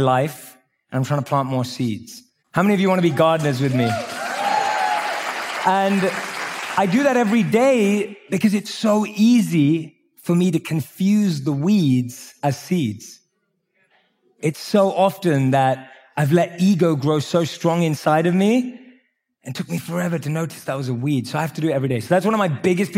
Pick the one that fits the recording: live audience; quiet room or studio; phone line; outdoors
live audience